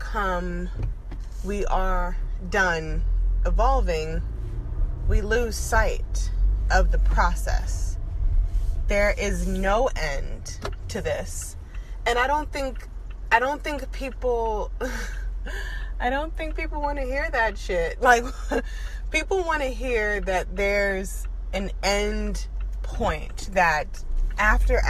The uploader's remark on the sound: Car Talk. In the car.